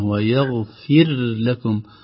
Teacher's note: الراء مرققة وساكنة يعني ما فيها هزة ما فيها حركة ما فيها قلقلة